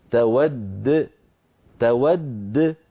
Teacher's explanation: تود آخرها دال مشددة، لما تقف عليها لابد من قلقلة الدال، تود فتقف بدالين، الدال الأولى مدغمة والثانية ساكنة مقلقلة